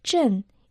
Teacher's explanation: Второй иероглиф «чэн» – это четвертый тон